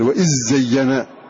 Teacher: هكذا تدغم الذال في الزاء بحيث لا يبقى شيء من هذه الذال، أضغمت في الزاء إضغاما تاما.